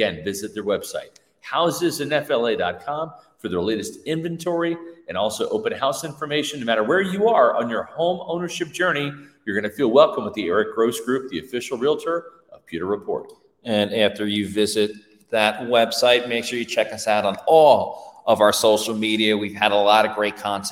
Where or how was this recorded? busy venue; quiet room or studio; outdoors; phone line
busy venue